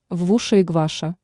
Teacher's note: Она просто букву «Л» не выговаривает, и вместо нее везде говорит «В»